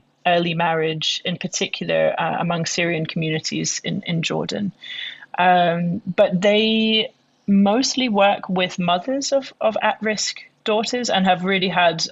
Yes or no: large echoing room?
no